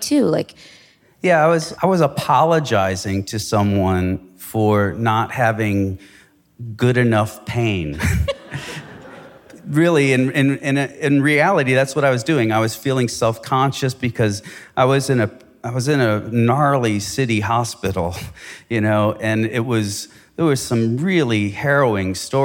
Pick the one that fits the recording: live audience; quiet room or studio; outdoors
live audience